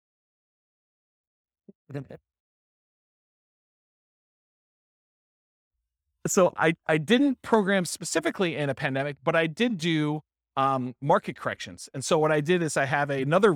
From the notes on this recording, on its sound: This was a live class recorded